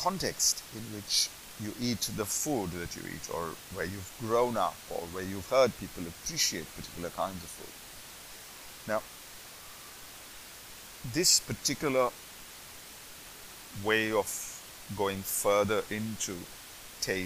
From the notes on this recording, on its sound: The audio is not great. Lots of background hiss. I am starting this thing of experimenting with how I do the audio.